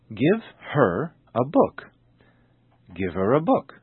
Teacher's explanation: the H sound, h, is often dropped in personal pronouns such as he, him, his, and her · Term: sound linking